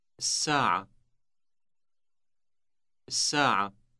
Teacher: Note the elongated S sound at the beginning.